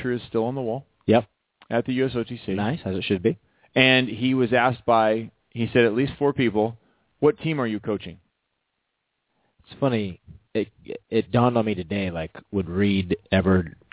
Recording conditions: phone line